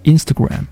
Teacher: 它的发音不是 Instagram 而是 Instagram，重音出现在第一个音节